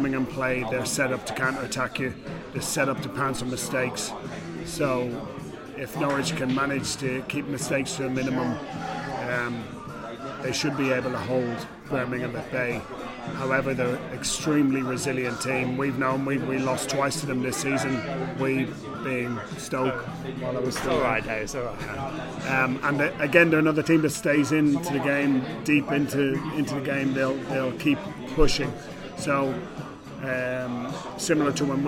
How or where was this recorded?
busy venue